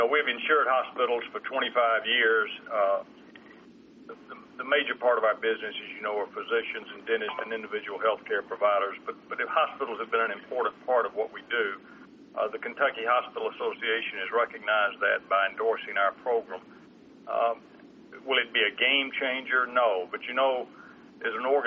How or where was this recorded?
phone line